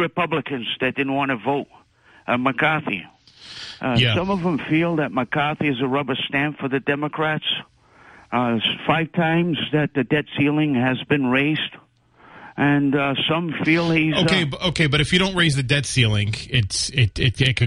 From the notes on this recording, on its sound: takes calls from the audience